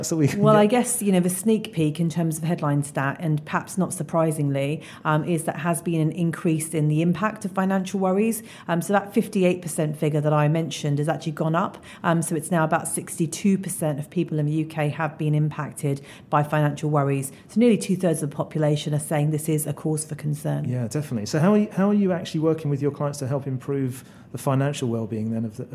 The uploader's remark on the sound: recorded at the Endeavour Search & Selection Wellbeing Seminar that took place at the offices of Berwin Leighton & Paisner Law firm in London Bridge